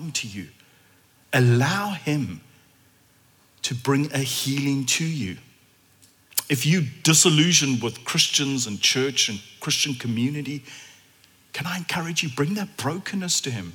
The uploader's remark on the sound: at Common Ground Church Rondebosch